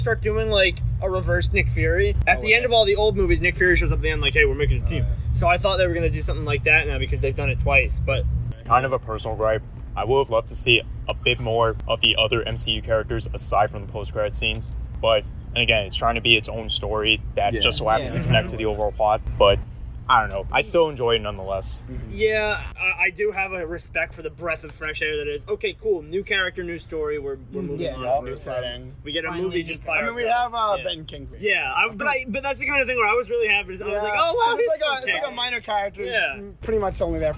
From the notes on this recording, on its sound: Driving Podcast. Discuss the movie while enjoying nature (hence the background noise).